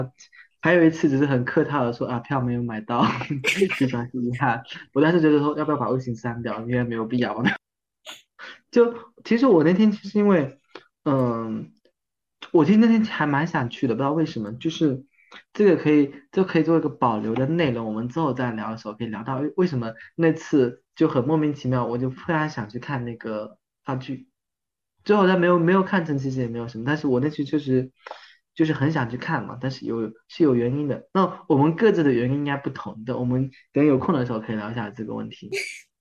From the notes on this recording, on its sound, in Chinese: 录制当天有人加班，有人设备出错，有人得了重感。录制后发现，好多难剪的口癖、抢话以及扯七扯八。